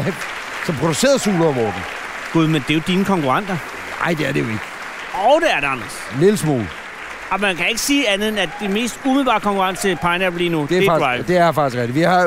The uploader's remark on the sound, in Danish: Optaget under årets Robertprisen 2018 på Tivoli Hotel i København. I deres sofa oppe på balkonen.